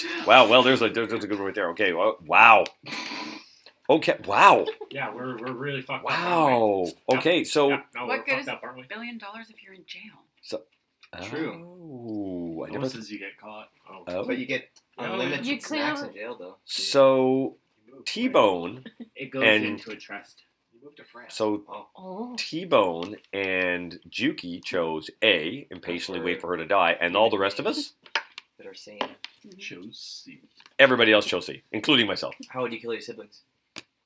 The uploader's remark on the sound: We were experiencing some technical difficulties, but we hope to have them all dealt with by the next episode.